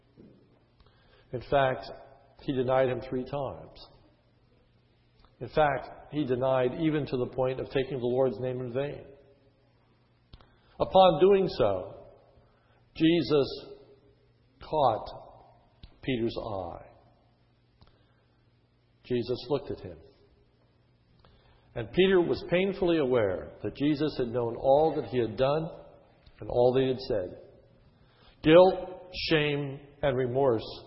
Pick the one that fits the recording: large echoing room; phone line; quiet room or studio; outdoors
large echoing room